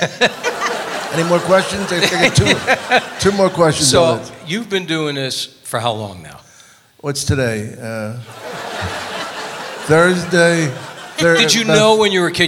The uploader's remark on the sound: Live at the SouthPoint Casino